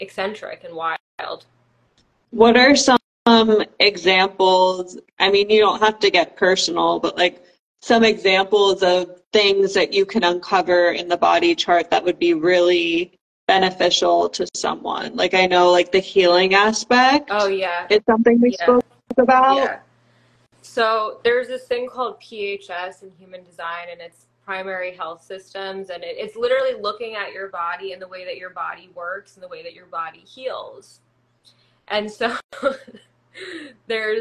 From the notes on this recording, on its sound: This episode is the audio from an Instagram Live